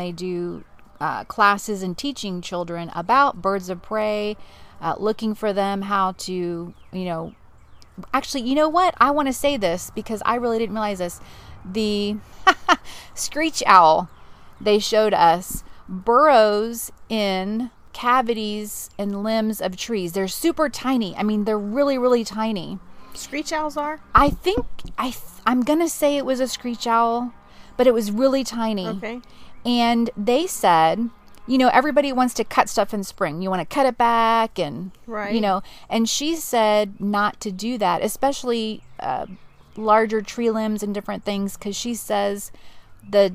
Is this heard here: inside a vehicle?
yes